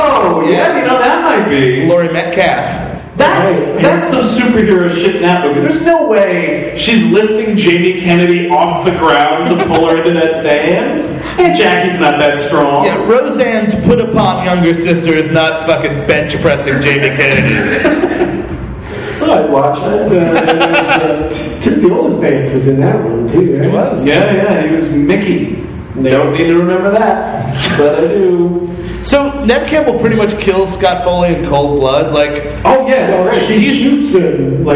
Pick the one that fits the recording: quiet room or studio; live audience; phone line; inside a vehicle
live audience